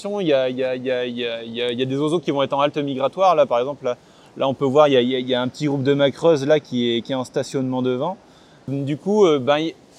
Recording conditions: outdoors